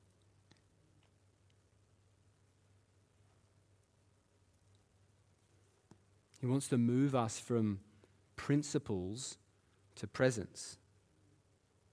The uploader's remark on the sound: Live at Echo Church Melbourne